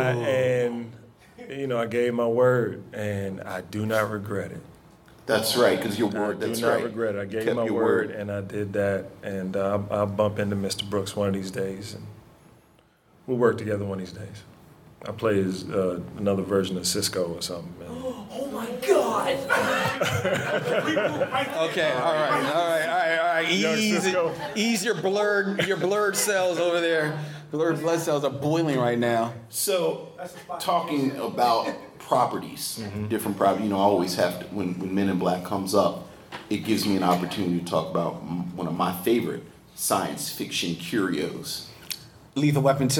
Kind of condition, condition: setting, busy venue